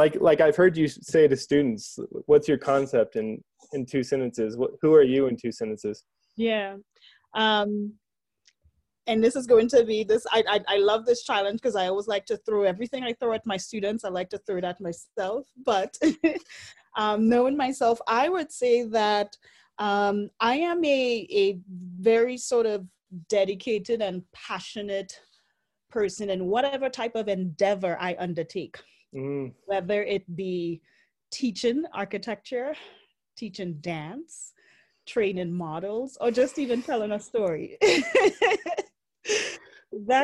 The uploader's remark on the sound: joined via Zoom for a conversation